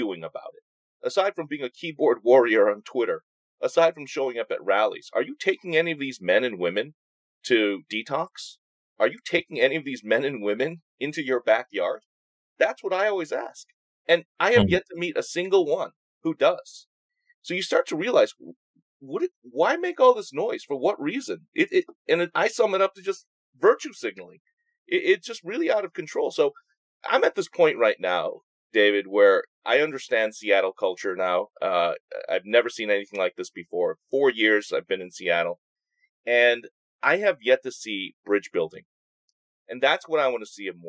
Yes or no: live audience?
no